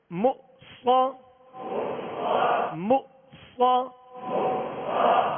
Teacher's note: حمزہ پیش مو صاد زبر صاد کو پور پڑھنا ہے اور صاد حروف مستعلیہ ہے اس میں سیٹی کی آواز ہوگی